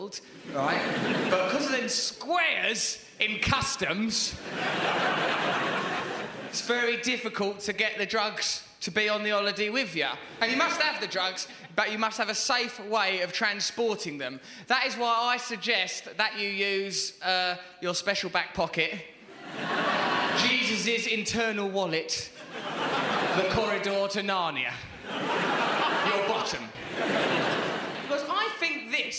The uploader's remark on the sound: Recorded at the Hackney Empire